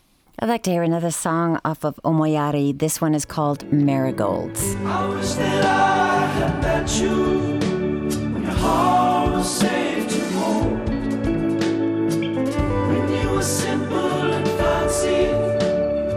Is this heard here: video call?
no